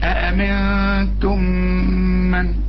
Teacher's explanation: ودي ميم وبعدها ميم إدغام، اوعى تنسى الغنة